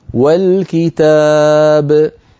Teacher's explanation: انتقلنا من الواو إلى اللام مباشرة وسقطت همزة الوصل في درج الكلام